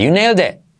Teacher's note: Letra clave I como E y esa T ligeramente pronunciada.